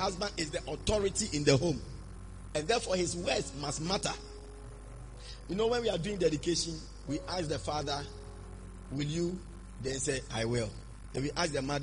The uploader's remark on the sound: Preached at the Spiritual Encounter Service.